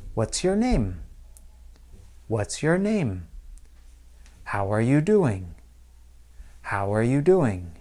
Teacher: My voice drops a little bit, almost like gravity pulling down the ball. · Term: falling intonation